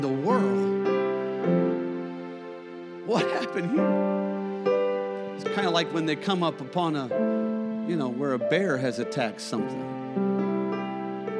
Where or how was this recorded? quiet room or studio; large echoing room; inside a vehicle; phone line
large echoing room